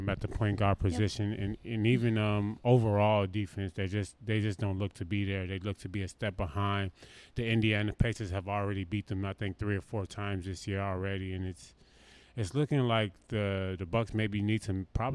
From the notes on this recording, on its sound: broadcasting live from McFadden’s at Westgate in Glendale, Arizona